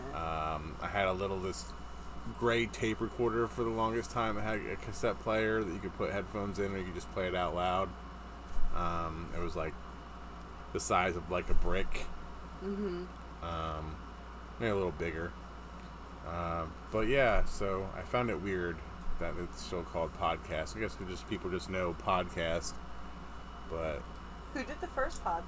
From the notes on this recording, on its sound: That noise in the background is our air conditioner.